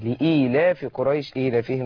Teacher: ما تمديش في الألف شوية ده مد طبيعي